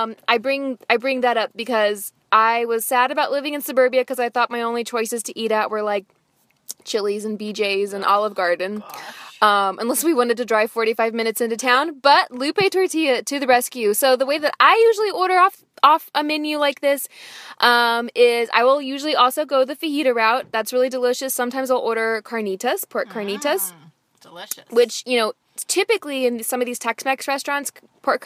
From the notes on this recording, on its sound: Wait, you’re in my car right now?